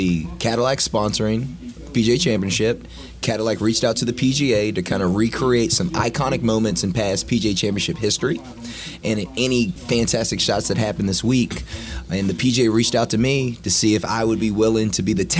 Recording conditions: busy venue